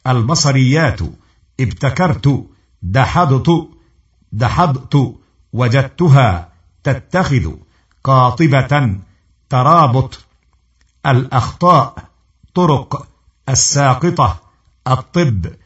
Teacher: أقرأ ما يلي مع مراعاة نطق حرفي التاء والطاء نطقا صحيحا: أتذكر أن مخرجي التاء والطاء من طرف اللسان وأطراف الثنايا العليا، ولكن الطاء من حروف الاستعلاء